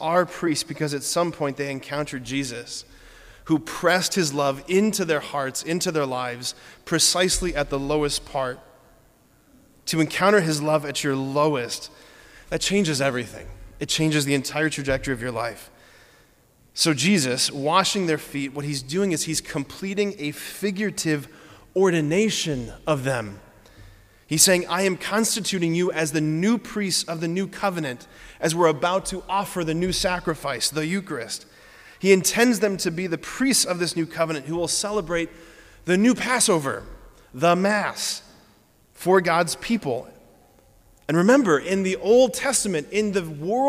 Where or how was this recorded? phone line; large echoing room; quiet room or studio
large echoing room